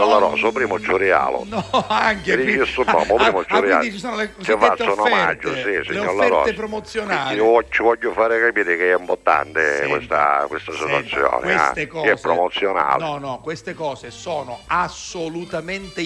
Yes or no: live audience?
no